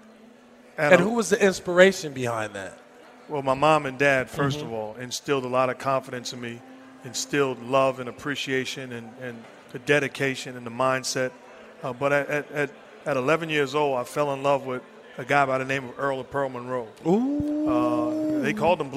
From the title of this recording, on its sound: Recorded at Summer League